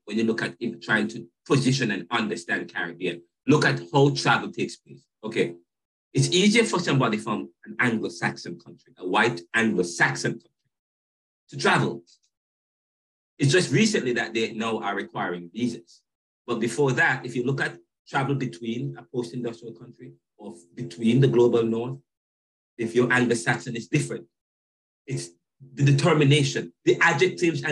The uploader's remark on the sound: Caribbean Thought Lecture Series on Zoom. This episode begins the Lecture Series at the Jamaica Theological Seminary on Caribbean Thought. This is a video episode uploaded from the class Zoom Recording as I am teaching the course via an online face-to-face module while here in Philadelphia USA.